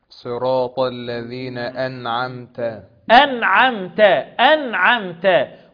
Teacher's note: النون ساكنة، أوعى تقلقل النون